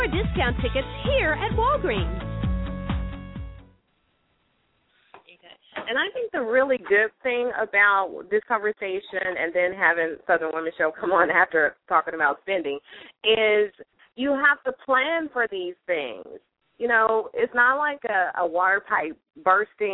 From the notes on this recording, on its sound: LML uses a progressive live call in format.